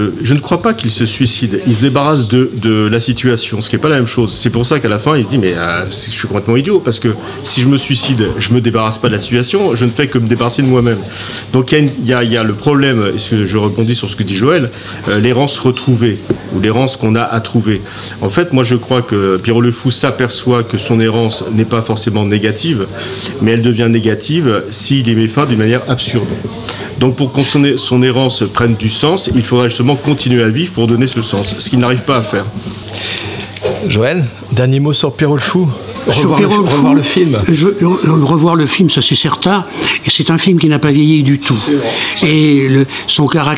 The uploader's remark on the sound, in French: en direct et en live de notre studio éphémère planté dans l'arrière salle du Founti Agadir